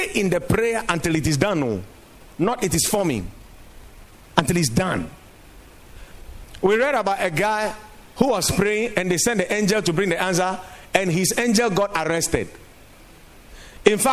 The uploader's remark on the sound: Preached at the Watered Garden Church